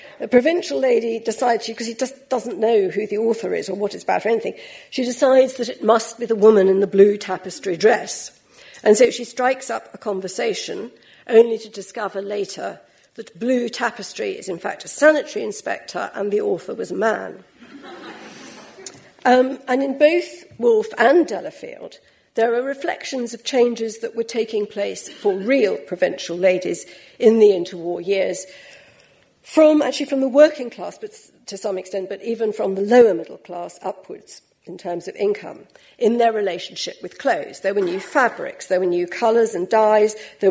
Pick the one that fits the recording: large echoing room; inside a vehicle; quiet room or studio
large echoing room